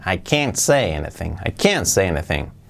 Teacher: ponemos la fuerza en el can.